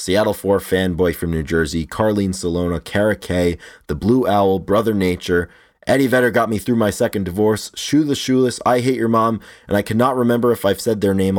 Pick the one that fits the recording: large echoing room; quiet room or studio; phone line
quiet room or studio